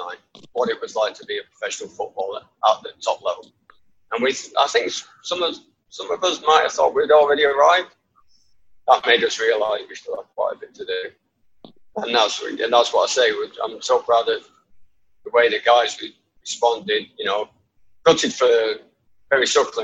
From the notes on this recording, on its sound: Apologies the audio isn't amazing, the perils of Zoom!